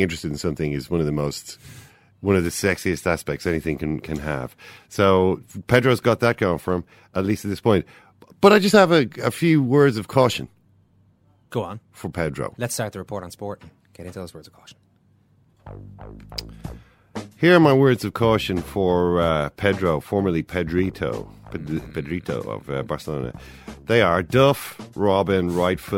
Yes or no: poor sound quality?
no